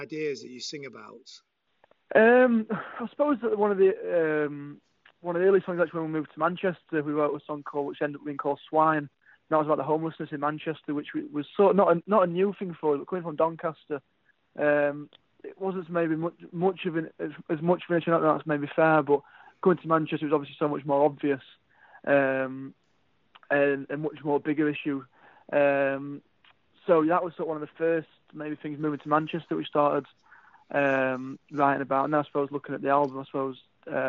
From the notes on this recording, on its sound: over the phone